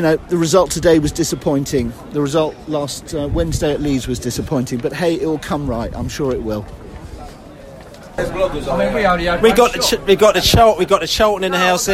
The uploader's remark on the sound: Post-match podcast from the pub.